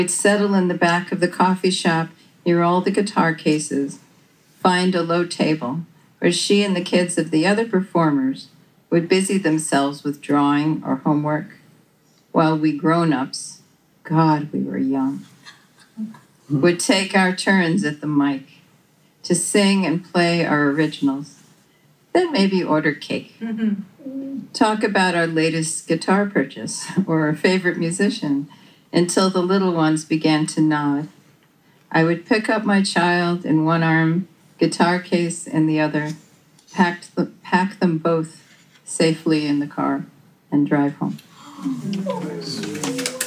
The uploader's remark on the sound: In this episode we feature a terrific live recording of the opening reading for the release of the Florence Poets Society's Silkworm journal, issue 16, Wide Open. A bit cinéma vérité sonically, but we think that's great!